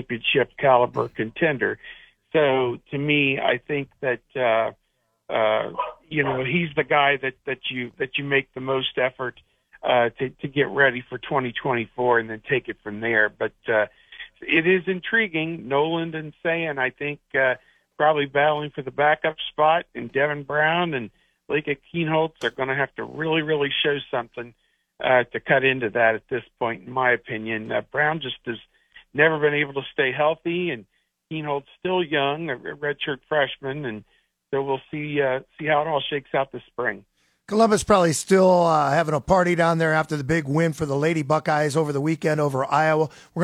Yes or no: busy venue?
no